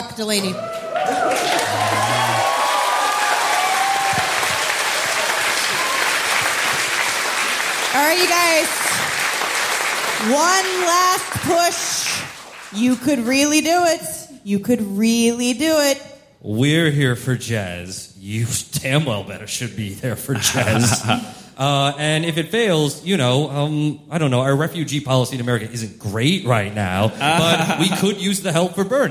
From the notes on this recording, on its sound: Live in London. Our live show from Dec. At Bush Hall, London.